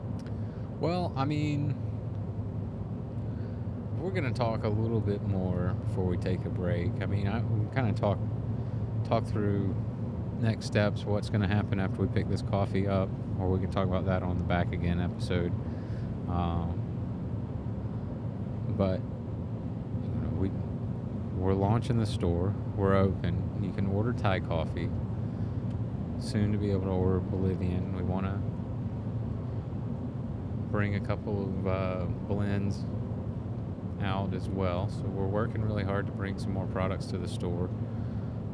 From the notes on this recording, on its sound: Our intention was for these Down and Back Again episodes to have a bit of structure, but setting up to record in the truck proved to be a little more difficult than anticipated. In this very late night episode, you'll hear pretty much nothing but rambling.